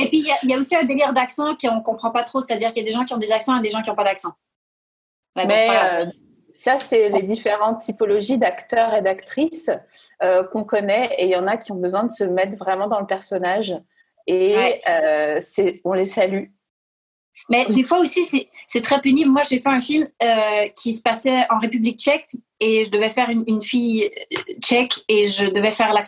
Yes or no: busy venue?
no